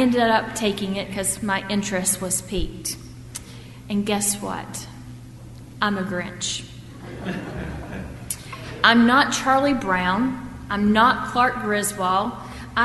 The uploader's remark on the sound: at First Presbyterian Church of Arlington Heights, Illinois, on Sunday, December 28, 2014.